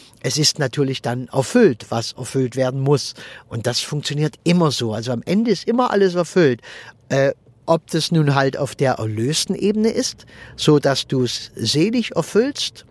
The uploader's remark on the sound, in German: wenn ich mit meinem Aufnahmegerät am Straßenrand im Auto sitze, wenn ich während der Autofahrt aufnehme oder sonst irgendwie, dann ist die Aufnahmequalität etwas gemindert.